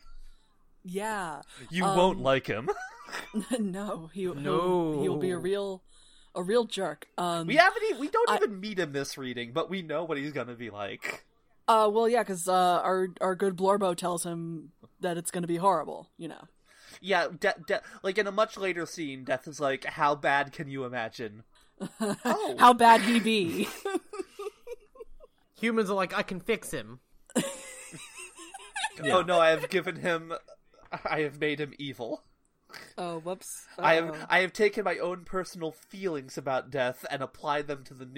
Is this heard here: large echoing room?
no